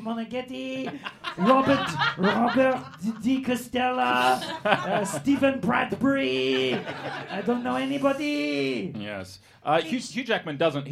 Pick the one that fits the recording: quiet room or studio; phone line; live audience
live audience